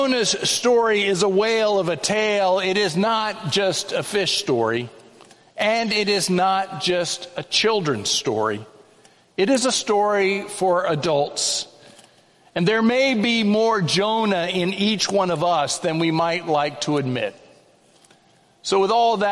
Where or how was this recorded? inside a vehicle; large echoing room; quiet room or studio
large echoing room